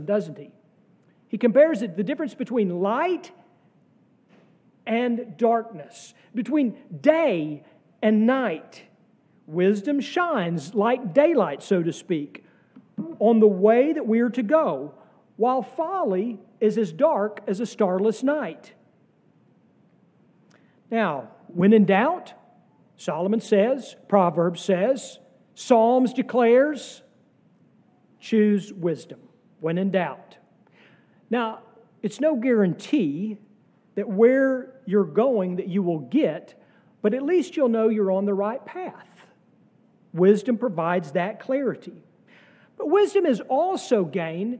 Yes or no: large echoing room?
yes